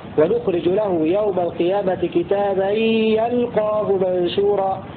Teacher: وقال الباقون بفتح الياء وسكون اللام وتخفيف القاف: ونخرج له يوم القيامة كتابا يلقاه منشورا من لقي المخفف.